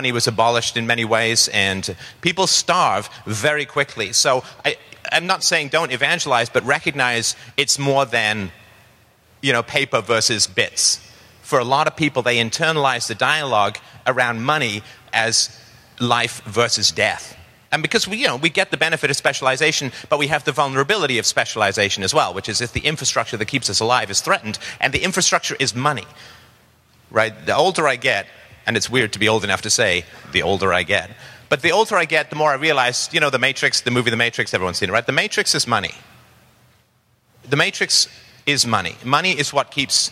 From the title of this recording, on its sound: speaks at the Texas Bitcoin Conference